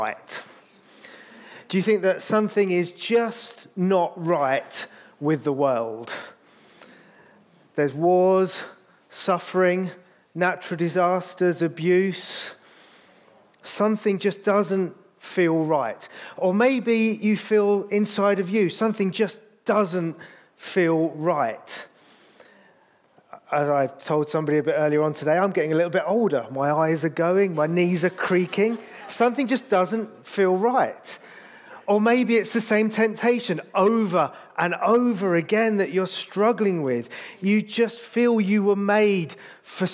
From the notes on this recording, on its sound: This sermon was recorded on Sunday 5th November 2023 at our Putnoe venue.